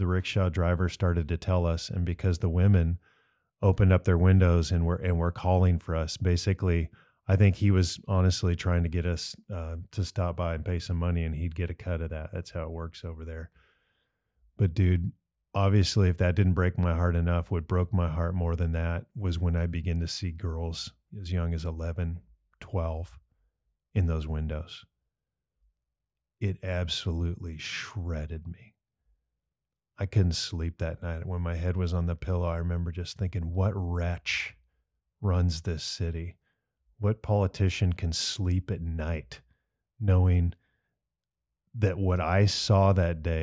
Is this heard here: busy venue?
no